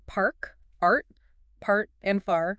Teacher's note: Your tongue starts low and back and glides upward. · Term: classic American R